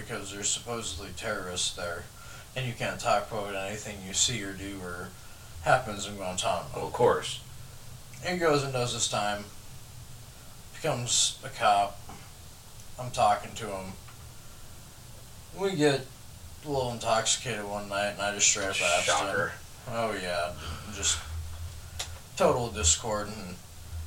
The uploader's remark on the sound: They're also in the process of upgrading their sound, so enjoy this low sound quality, high laugh quality episode!